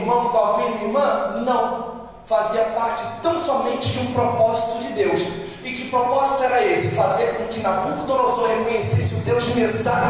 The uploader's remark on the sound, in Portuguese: Áudio da ministração realizada em 31/08/22 na Igreja Cada de Oração Nova Aliança